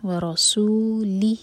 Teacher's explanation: سین پر وسل sound clear سیٹی کی طرح آواز آنی چاہیے. ورسوله ہا کے نیچے کسرہ ساتھ میں باریک سی یا اور اس پر ہے مد اور مد کی وجہ یہ ہے کہ نیکسٹ ورڈ جو ہے حمزہ سے شروع ہو رہا ہے.